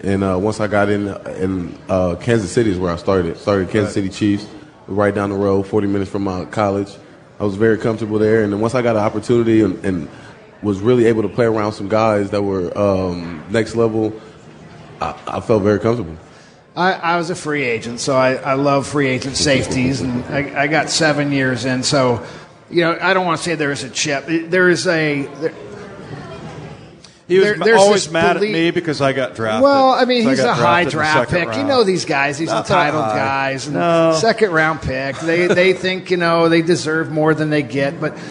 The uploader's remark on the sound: Joins the show live at Pearl Bar and Dining.